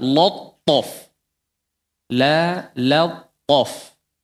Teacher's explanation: Lam berikutnya ketemu ta. Lamnya ditipiskan. Jangan jadi tebal.